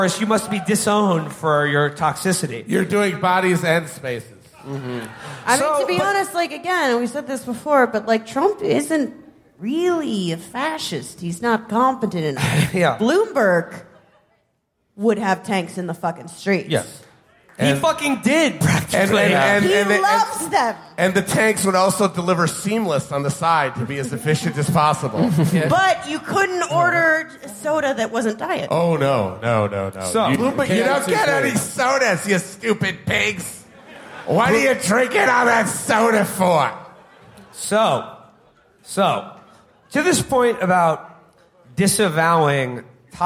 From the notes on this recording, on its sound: Live from Las Vegas. Our live show from the House of Blues in Las Vegas.